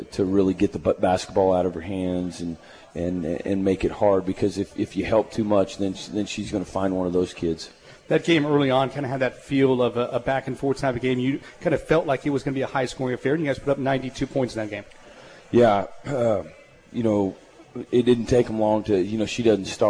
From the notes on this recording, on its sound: live from AJ's at The Alley in Hutchinson